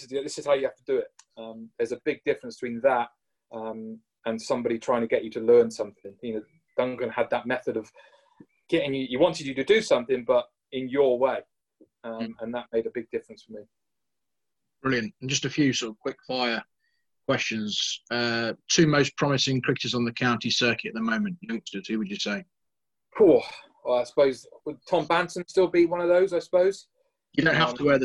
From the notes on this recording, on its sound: in a webinar originally recorded in 2020